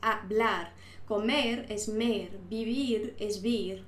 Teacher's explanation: Todos los verbos tienen ahí la última sílaba tónica.